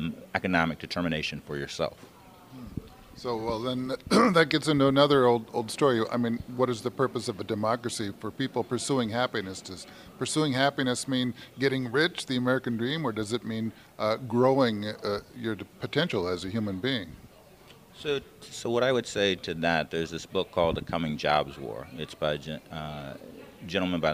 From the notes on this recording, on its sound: field recordings at the Upper Sioux Community